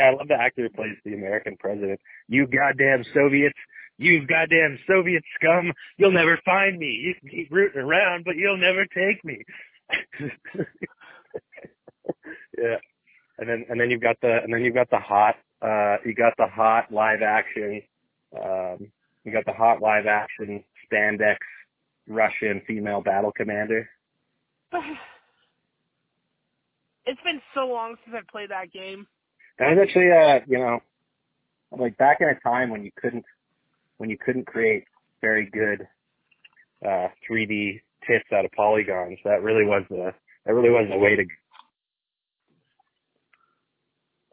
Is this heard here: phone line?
yes